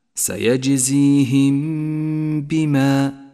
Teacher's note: الميم الساكنة جاء بعدها حرف الباء، وهو حرف الإخفاء الشفوي الوحيد، تخفى الميم بالباء، ونقف عندها بغنة زمنها حركتان، ولذلك هي خضراء اللون إشارة إلى زمن وموقع الغنة.